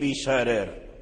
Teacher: العلماء قالوا سبب ترقيق الراء هو أن الراء الأخيرة مكسورة، الراء الأخيرة مكسورة، فلما كانت الراء الأخيرة مكسورة والراء المكسورة هي بالترقيق بإجماع، يعني وصل يعني ترقيق الراء إلى الراء الأولى، فرققت الراء الأولى المفتوحة من أجل ترقيق الراء الأخيرة المكسورة، وكسر الراء يجلب الإمالة، وبما أنه يجلب الإمالة كذلك يجلب الترقيق.